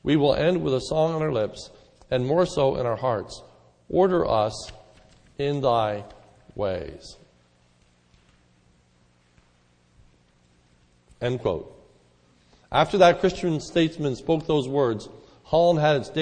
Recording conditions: large echoing room